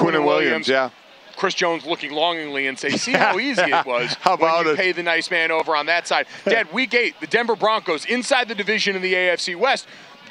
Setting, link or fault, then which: setting, busy venue